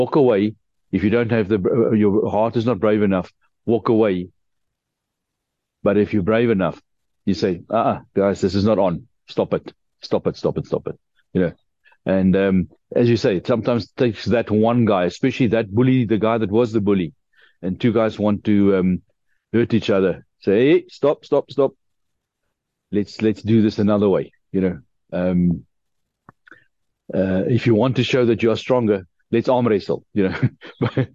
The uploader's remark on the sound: The Transformation Table Zoom Meeting.